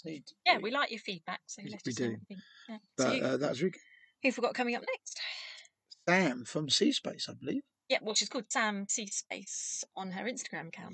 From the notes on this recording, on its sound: We are on location in Cheddar Gorge, a limestone valley in the UK recording on the Ford Custom Transit Nugget.